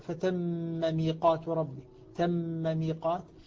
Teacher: وأيضا المثقل، المثقل هو المشدد، الحرف المشدد مثل فتم ميقات ربي، تم ميقات، الميم مع الميم ملتقية في الخط، لكنها الحقيقة هنا الميم المشدد عبارة عن ميمين، فإذا أدغمت صارت ثلاث ميمات مع بعضها